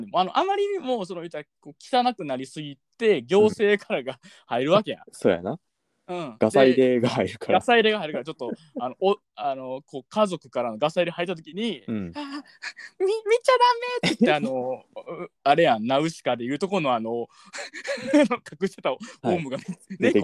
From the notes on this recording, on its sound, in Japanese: 第45話もリモートでの収録です。